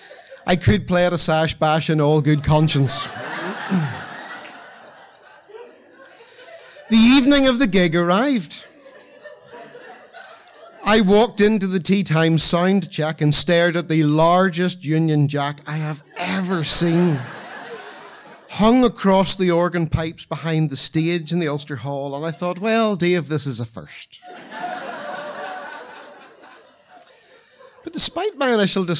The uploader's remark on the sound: Black Box. The audience is in fine voice. Tenx9 is a live storytelling event.